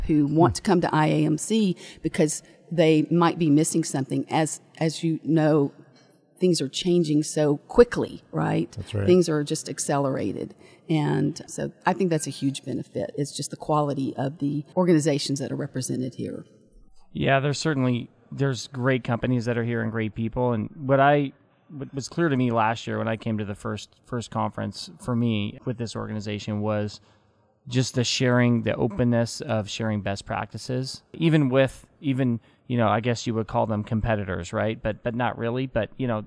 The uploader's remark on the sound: Live at IAMC Spring Conference